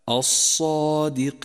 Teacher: والآن تأمل كلمة الصادقين، الصادقين، ولاحظ كيف فخم حرف الصاد، فهو حرف استعلاء لا بد من تفخيمه، يلفظ هكذا الصادقين، ولاحظ الألف التي بعده كيف جاءت مفخمة لأن الألف تتبع ما قبلها في الترقيق والتفخيم، فتفخم الصاد وتفخم الألف التي بعدها